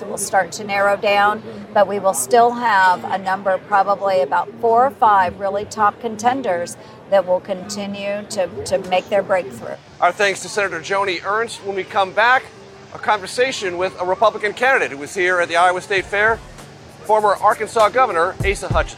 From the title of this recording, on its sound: Live from the Iowa State Fair